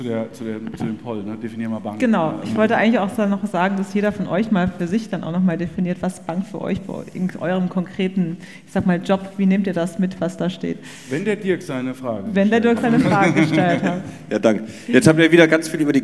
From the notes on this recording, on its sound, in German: Panel-Diskussion von der #BEX18 Banking Exchange Konferenz